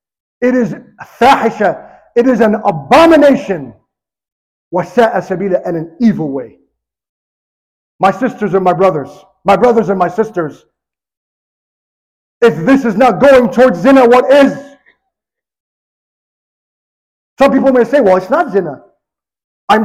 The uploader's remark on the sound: Sermon recorded live on August 11, 2023.